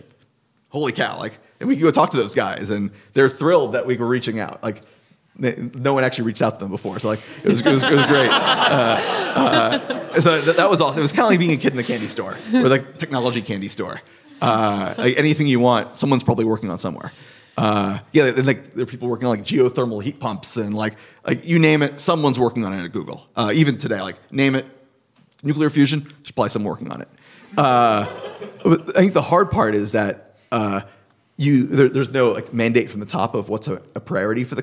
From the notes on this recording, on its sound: This conversation was recorded live at Powerhouse’s headquarters in Oakland, California.